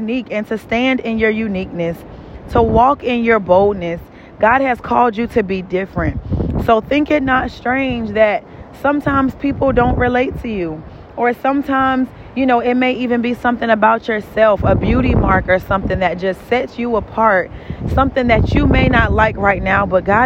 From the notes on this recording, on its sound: In this episode, I was walking on the beach. Excuse the background noise.